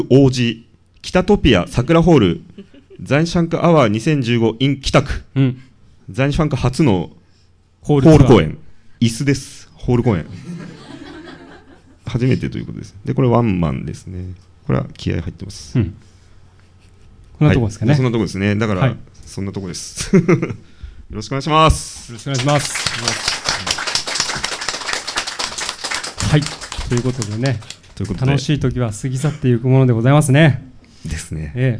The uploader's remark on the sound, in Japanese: 先日おこなわれたギナステ初公開収録の模様をスーパーダイジェストでお届け！